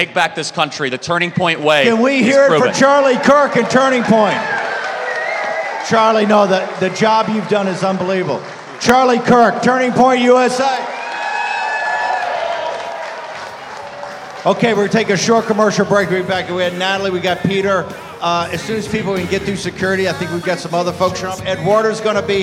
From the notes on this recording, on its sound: Live From ACTCON.